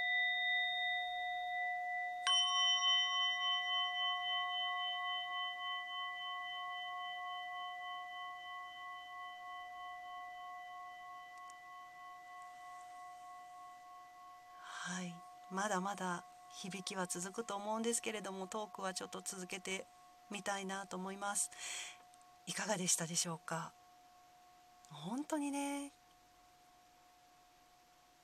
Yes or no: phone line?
no